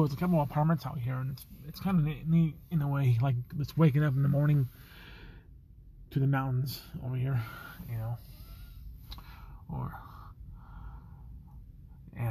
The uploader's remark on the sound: Recording at Parfet Park in Golden, Colorado. Recorded in my car.